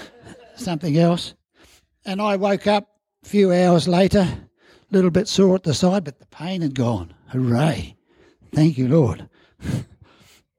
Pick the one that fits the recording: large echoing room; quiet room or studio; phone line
large echoing room